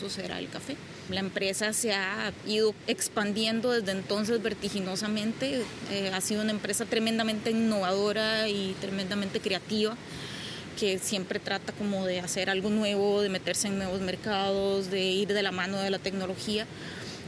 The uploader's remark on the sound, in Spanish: Un episodio podcast grabado en una playa mexicana